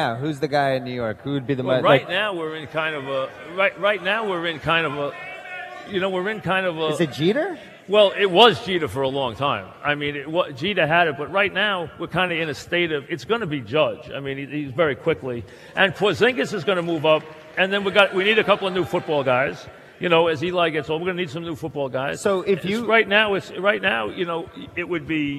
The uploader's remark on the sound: Live at the Tilles Center